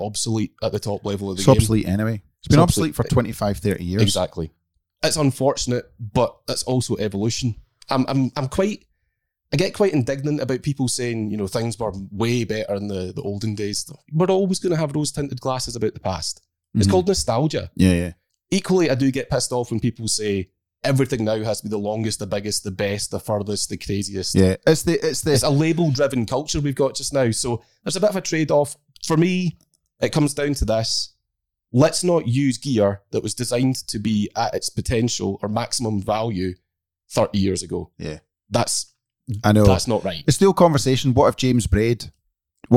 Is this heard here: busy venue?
no